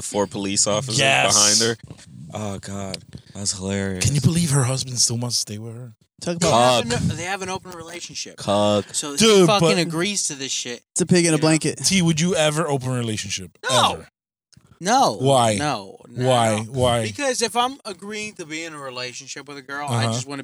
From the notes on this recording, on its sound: we are in the car